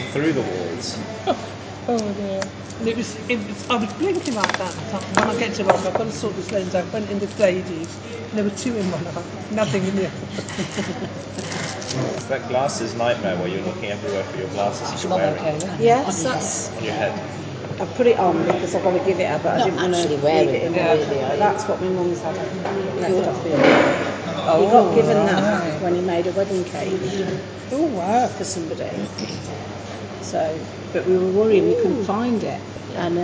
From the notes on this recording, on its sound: Record our daily breakfast conversation at Xcel Leisure Centre.